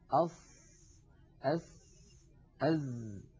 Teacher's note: ولا شك أن للأسنان العليا مشاركة في إخراج الصوت بدون تلامس، بدون تلامس يعني لا يلامس اللسان الأسنان العليا · Term: أحرف الصفير